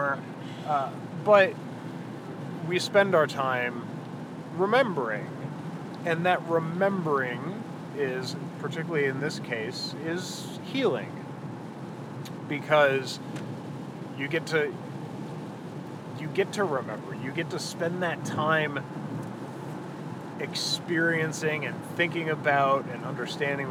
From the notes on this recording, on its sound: We were driving home from the Cantlos Druid Moon rite.